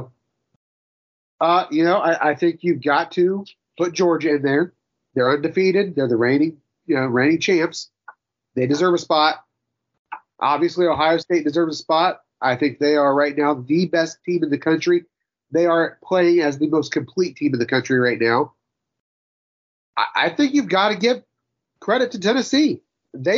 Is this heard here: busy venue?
no